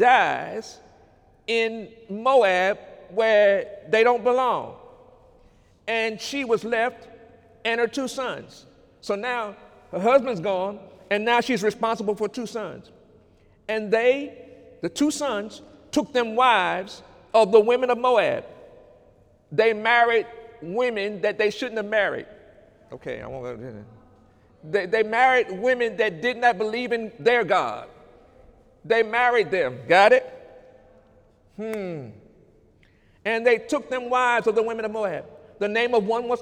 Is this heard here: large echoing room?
yes